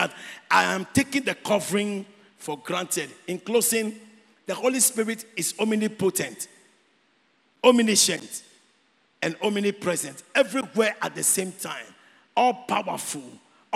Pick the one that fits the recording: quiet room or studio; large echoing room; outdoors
large echoing room